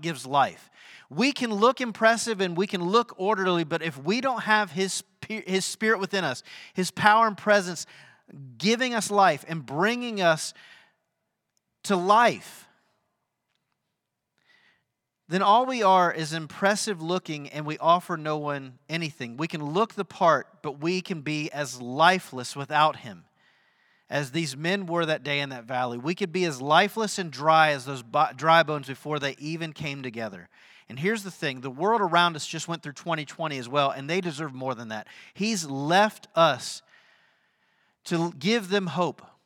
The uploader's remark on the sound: Sunday sermon at The Fellowship in Nashville